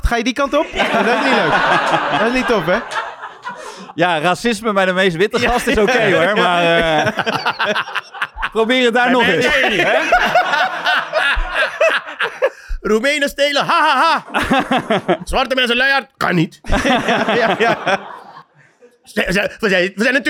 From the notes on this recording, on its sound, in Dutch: een heerlijke chaos met publiek